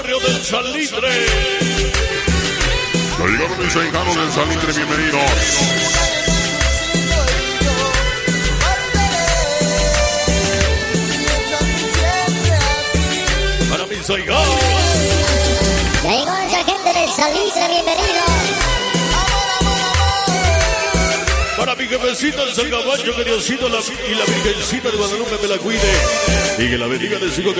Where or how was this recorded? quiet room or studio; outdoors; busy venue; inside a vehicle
busy venue